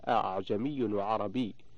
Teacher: تقرأ بالتسهيل أي بتسهيل الهمزة الثانية بينها وبين الألف